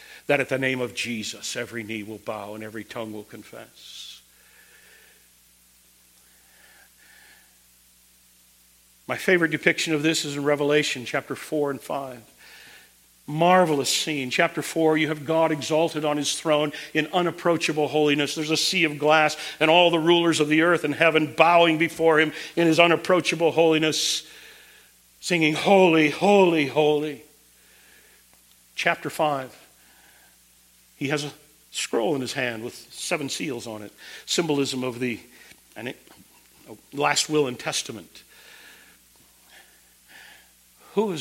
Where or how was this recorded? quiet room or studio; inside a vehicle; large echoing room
large echoing room